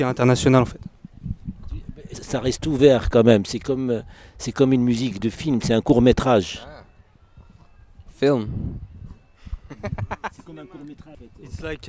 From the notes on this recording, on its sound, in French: En Direct De Terre Du Son. Emission Terres du Son 2022 – Le plateau radio RFL101. Au Domaine de Candé à Monts, Terres du Son ! Depuis la prairie de Terres du Son.